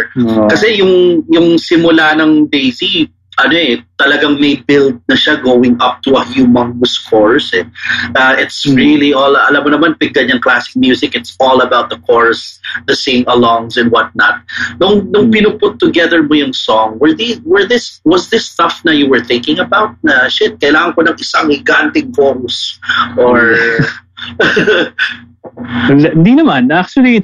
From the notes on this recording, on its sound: Behind the Song was produced, recorded, and distributed under quarantine by Big Baby Studios. Do excuse the not so great audio, this episode was recorded over Zoom.